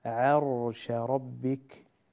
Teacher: ويحمل عرش ربك، سكن الراء لا تقلقلها، أنت قلت عرش عر لا عرش ربك.